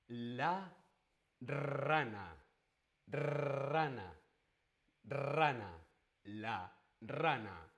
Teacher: La R múltiple funciona igual la lengua en los dientes y ahora no solo es una vibración, sino que es mucho más aire. La lengua vibra múltiples veces, muchas veces.